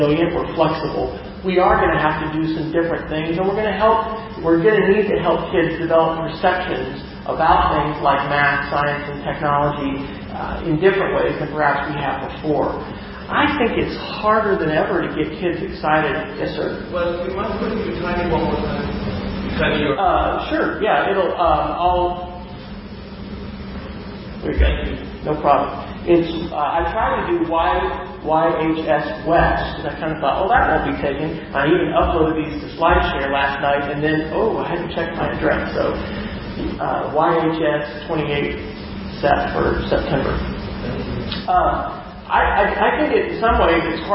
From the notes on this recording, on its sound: Audio recording of the presentation. At Yarmouth High School (Maine).